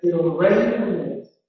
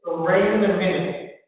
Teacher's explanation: And whereas in American English, I'm going to have a higher pitch, it'll rain in a minute. Okay, there's hardly a bump, and my starting pitch is higher. That's typical of American English. · Shown in: second take